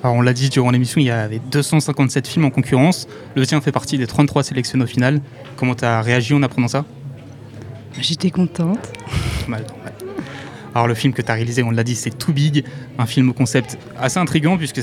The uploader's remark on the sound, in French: Le festival Si cinéma, en direct du café des images. Emission spéciale en direct du café des images. Quelques capsules réalisées sur place.